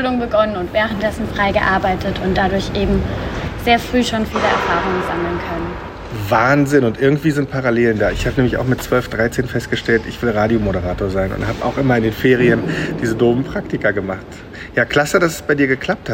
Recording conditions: phone or laptop microphone